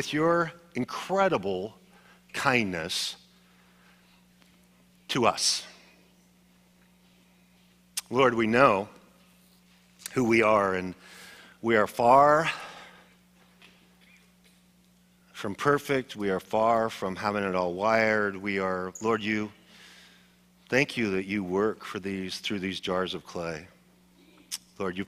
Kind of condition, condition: setting, large echoing room